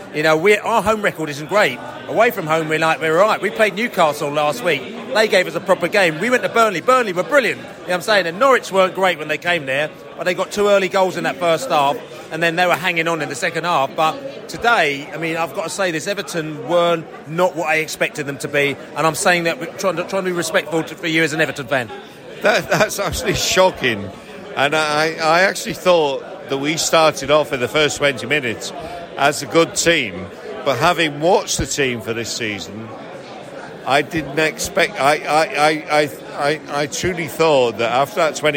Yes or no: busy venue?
yes